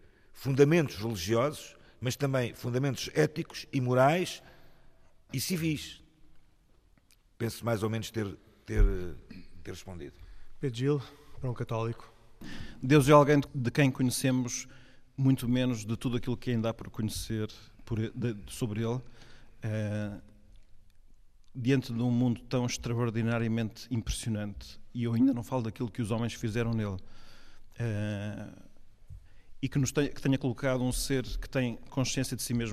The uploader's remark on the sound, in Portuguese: Programa gravado na Igreja de Nossa Senhora do Livramento na Sobreda da Caparica. Perguntas do públi.